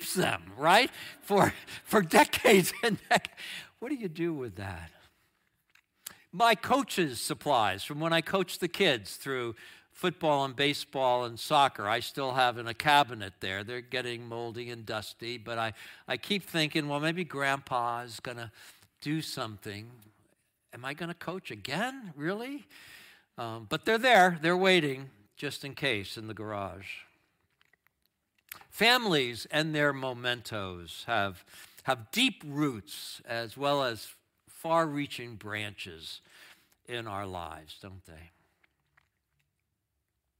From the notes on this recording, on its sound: Streamed live on video from our campus in Westlake Village, CA.